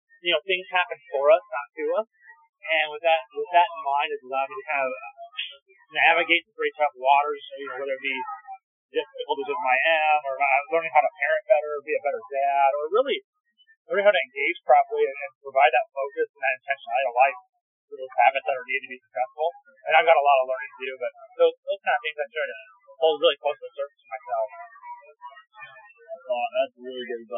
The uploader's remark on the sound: First time in-person interview over lunch for The GLUE-OOM podcast. Ignore the background noise.